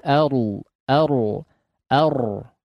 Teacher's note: Ra-nya tebalkan dulu. Baru masuk ke dhad